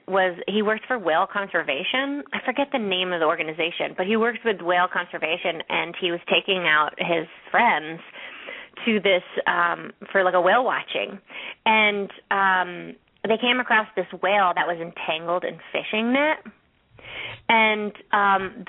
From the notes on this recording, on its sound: open up the lines for listeners to call